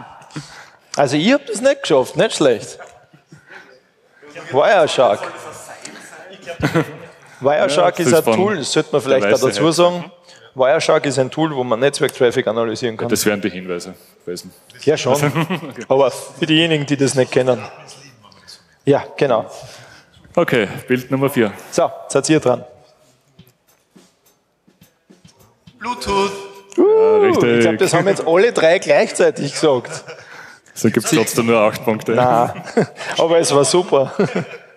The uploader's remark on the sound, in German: (glt18). Zwei Teams aus dem Publikum treten gegeneinander.